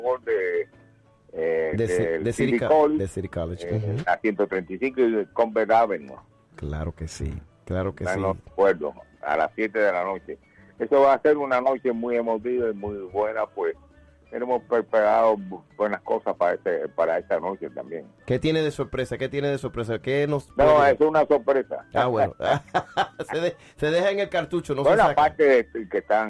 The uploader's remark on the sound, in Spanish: Una conversación telefónica más adelante en el programa.